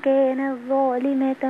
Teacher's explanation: لابد من بيان الهمس في التاء وإلا تضغم في الطاء